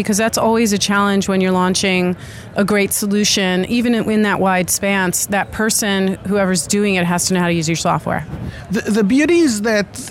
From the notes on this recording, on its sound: Live From The Show Floor of VRLA 2018.